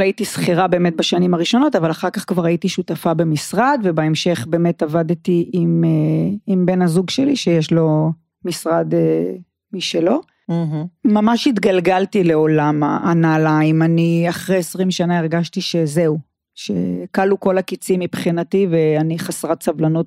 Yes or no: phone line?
no